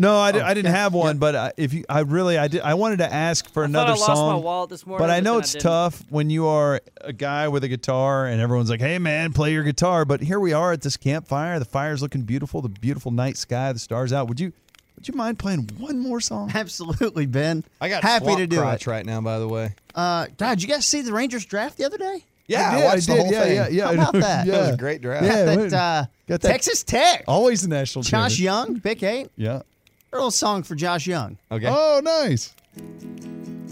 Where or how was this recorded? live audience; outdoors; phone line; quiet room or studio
outdoors